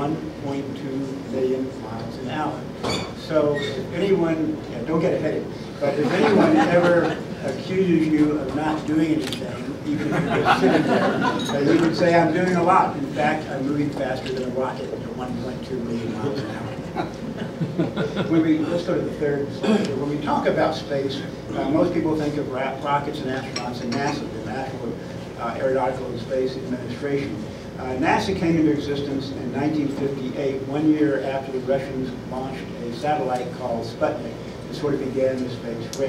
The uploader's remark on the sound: Address The Ripon Society on May 20, 2014